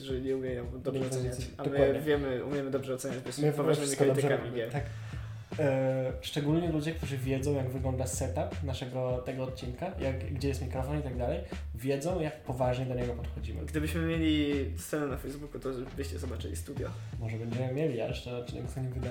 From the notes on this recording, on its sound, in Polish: Odcinek został nagrany na półleżąco, z mikrofonem położonym na oparciu kanapy